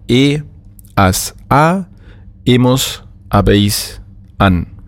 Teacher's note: Das H ist natürlich im Spanischen stimmlos und daher haben wir dann e, as, a, hemos, habéis, an.